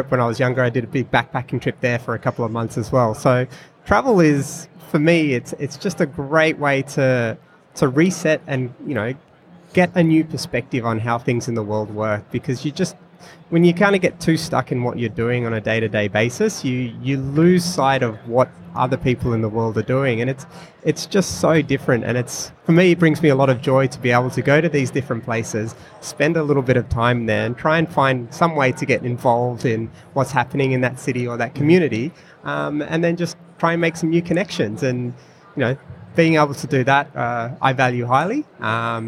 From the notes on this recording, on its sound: recorded at Online Retailer Conference & Expo 2018